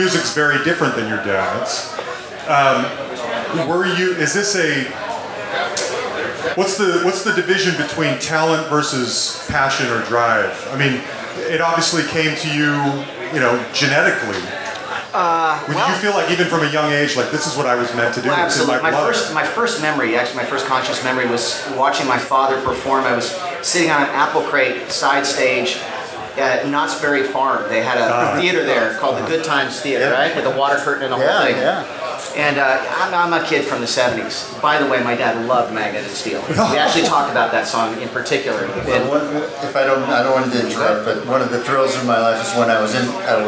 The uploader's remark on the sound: The Songwriting and Collaboration Panel from the Nashville Rock n Pod Expo. I wish the sound quality was better.